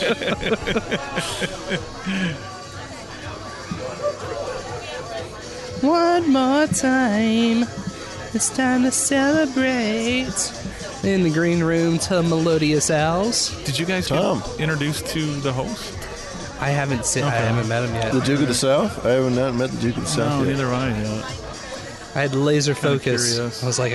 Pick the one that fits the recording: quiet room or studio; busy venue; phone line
busy venue